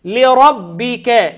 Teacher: لربك اللام مرققة والره مفخمة